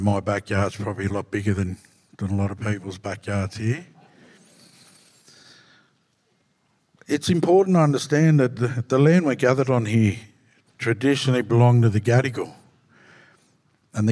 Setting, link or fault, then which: setting, live audience